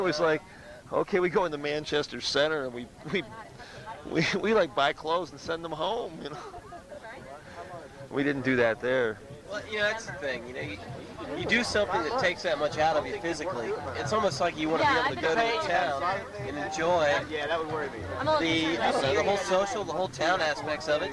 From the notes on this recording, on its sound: It was recorded at Trail Days. In Damascus, Virginia. The interview was done in a field, with a small handheld mic and cassette tape recorder. Don't expect high fidelity.